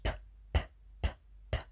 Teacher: Und das p könnt ihr zum Beispiel auch üben, indem ihr ein Blatt Papier nehmt, es vor euren Mund haltet und mal ganz oft p, p, p, p übt. Und es kommt nur Luft heraus, keine Stimme.